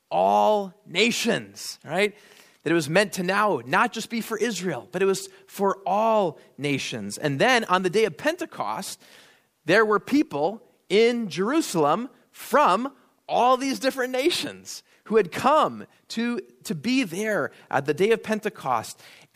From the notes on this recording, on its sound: at Immanuel Lutheran Church in Pasadena, CA